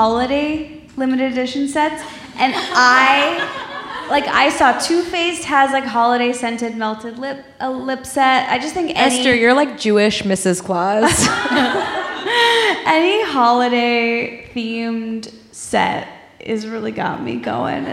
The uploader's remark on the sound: Glowing Up LIVE from San Francisco!!! On the third and final stop of their Sephora tour.